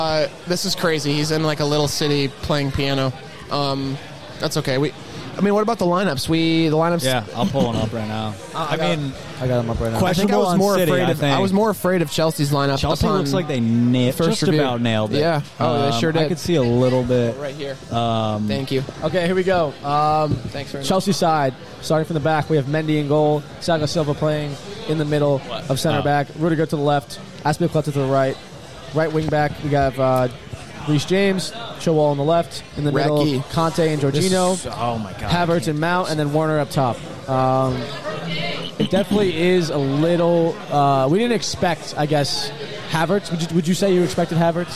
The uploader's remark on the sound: CHAMPIONS LEAGUE FINAL LIVE WATCH! We’re live from Old Magoun’s Saloon in Somerville MA for the CHAMPIONS LEAGUE FINAL. We have a few special guests, more than a few beers.